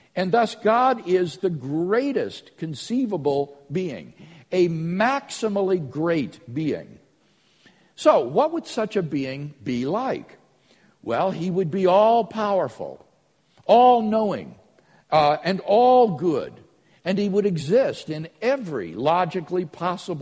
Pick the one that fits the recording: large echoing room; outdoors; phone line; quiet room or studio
large echoing room